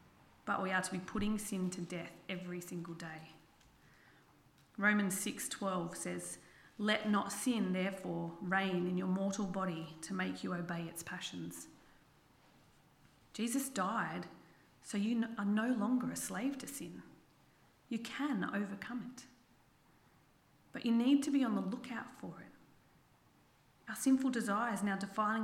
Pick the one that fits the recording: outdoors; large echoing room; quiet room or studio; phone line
large echoing room